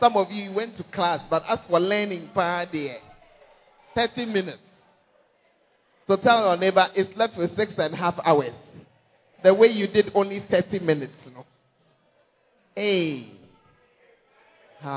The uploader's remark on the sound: Preached At The First Love Center, Ayeduase (Times of Refreshing).